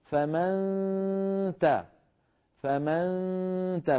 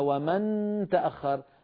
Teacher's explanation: مسافة قليلة جدا بين طرف اللسان وبين المخرج هكذا فمن تا فيخرج صوتين معا صويت من الفم بسبب عدم إغلاق المخرج وغنة من الخيشوم · Shown in: first take · Term: إخفاء النون